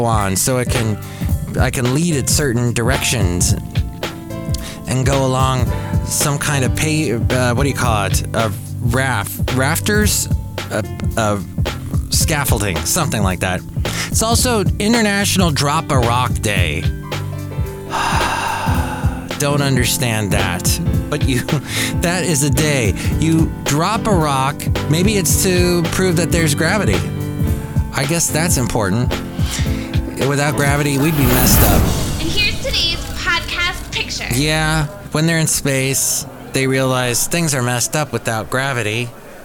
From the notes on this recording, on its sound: podcasts live from Café Anyway